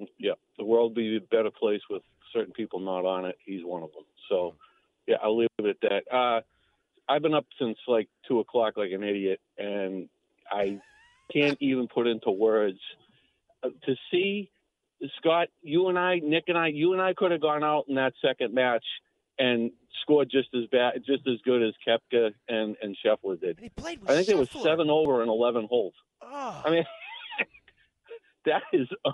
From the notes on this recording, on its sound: take your calls texts and tweets live on the air